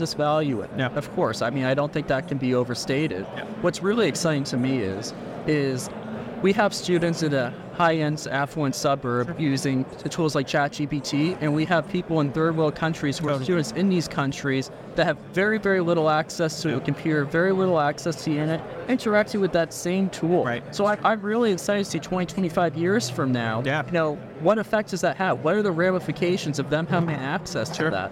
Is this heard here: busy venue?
yes